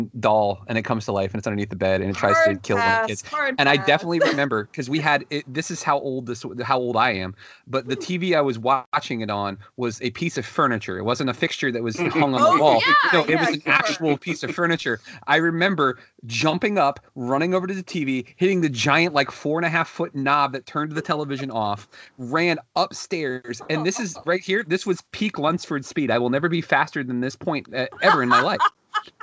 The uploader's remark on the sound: via Skype